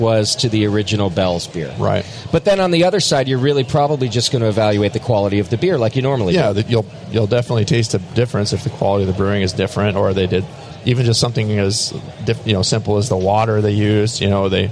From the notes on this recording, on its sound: we record live from HomebrewCon in Providence, RI